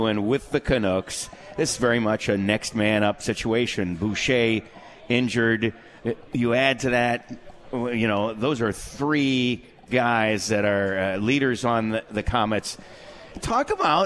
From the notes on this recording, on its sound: At The 72 Tavern & Grill and joined on the phone.